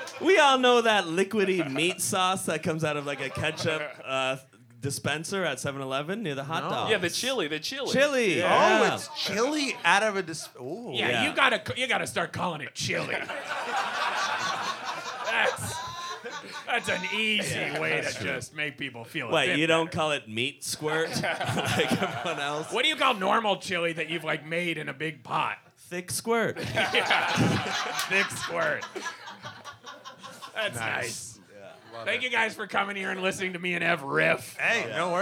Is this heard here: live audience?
yes